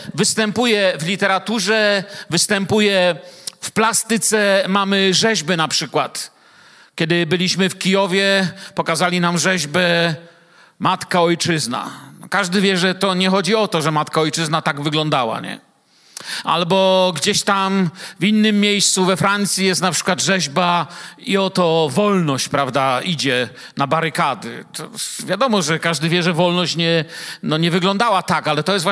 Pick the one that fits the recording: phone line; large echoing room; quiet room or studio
large echoing room